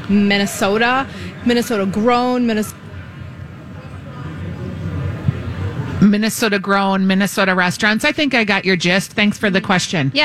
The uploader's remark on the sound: Live at the MN State Fair. State Fair Saturday.